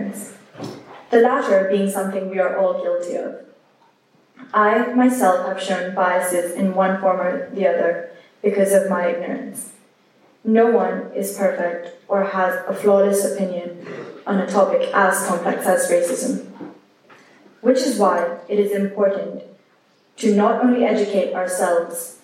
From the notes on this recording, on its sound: A recording of the Diversity and Inclusion group's chapel speech on Anti-Racism.